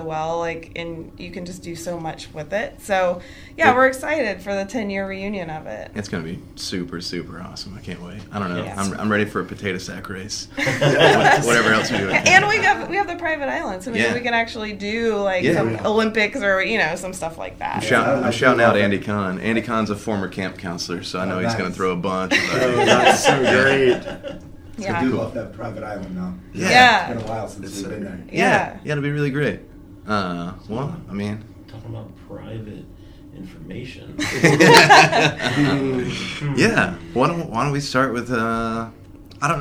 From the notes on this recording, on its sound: Live from TRB XXII